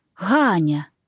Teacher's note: Вся семья батюшки состояла из матушки, дочки Лизы, нашей сверстницы, да вот этой тети Гани, имя которой выговаривалось с придыханием почти на «ха»